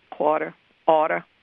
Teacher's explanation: People in New Orleans don't pronounce an R really hard.